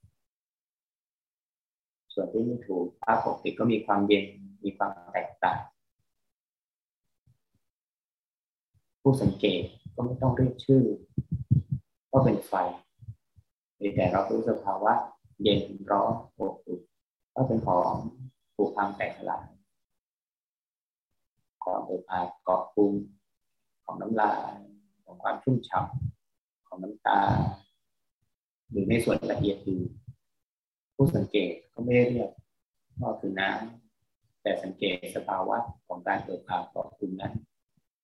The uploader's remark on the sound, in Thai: ขออภัย คุณภาพเสียงไม่ดีนัก เนื่องจากระบบการบันทึกเสียง